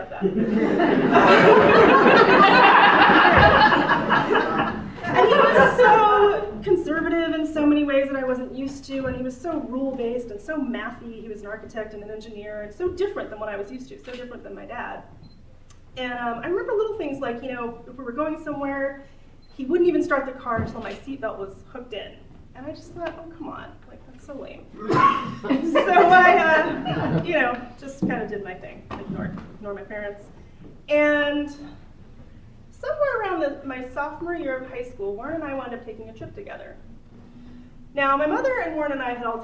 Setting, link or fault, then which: setting, live audience